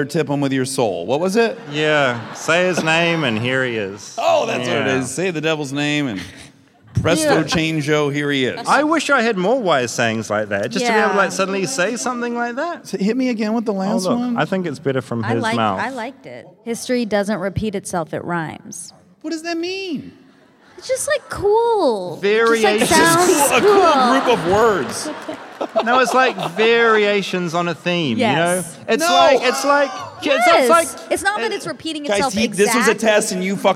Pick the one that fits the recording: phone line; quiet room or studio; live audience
live audience